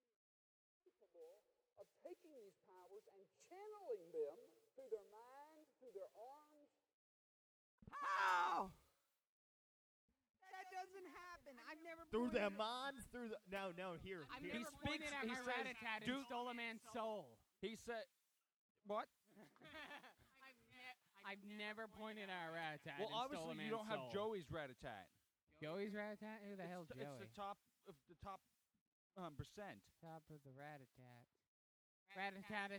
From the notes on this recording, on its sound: GREAT CONTENT WISE, TERRIBLE AUDIO WISE!